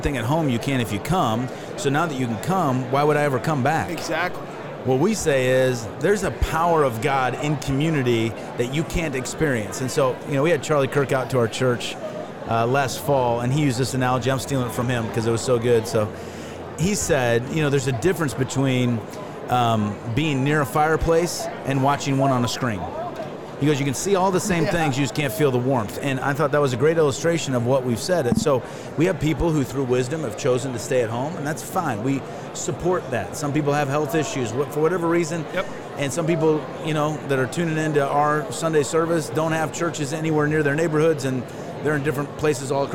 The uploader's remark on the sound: Following Up at NRB. LIVE from NRB 2022!